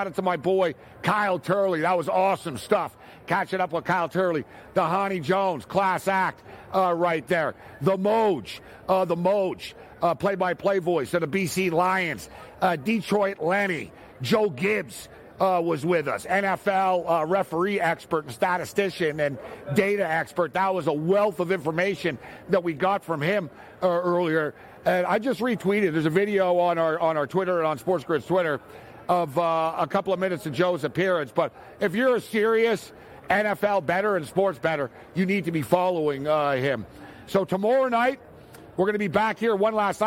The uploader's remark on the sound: live from Radio Row in Las Vegas